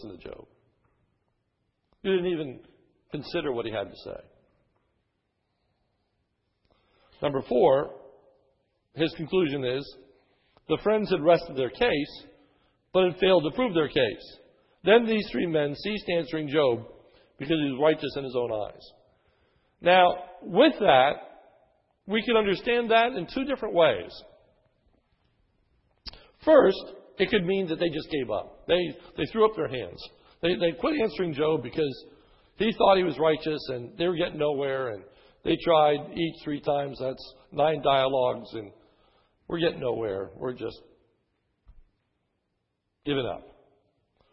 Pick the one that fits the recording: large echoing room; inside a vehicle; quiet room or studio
large echoing room